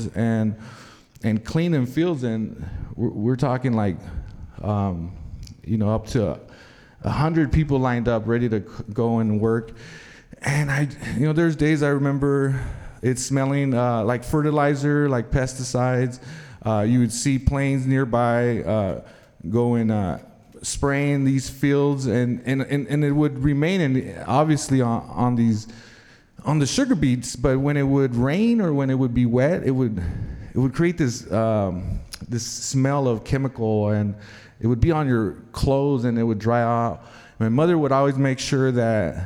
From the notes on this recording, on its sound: told live on stage and without notes